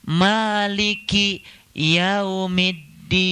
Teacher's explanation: Sebetulnya kalau Maliki Yaumiddin, kaf itu cuma kebagian setengah harokat. Harusnya itu satu harokat.